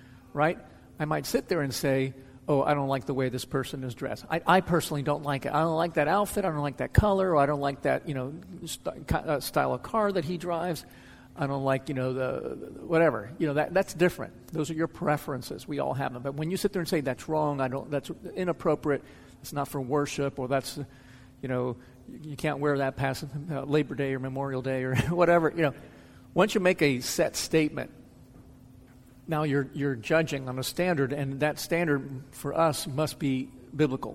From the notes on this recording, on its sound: answers questions from the audience.